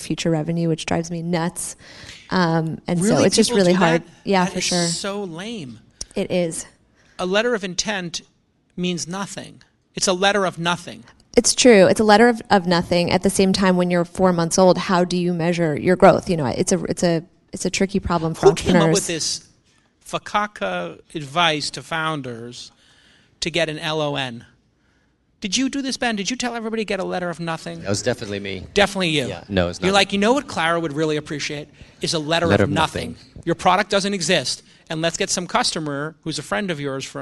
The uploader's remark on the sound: takes questions from the LAUNCH Scale audience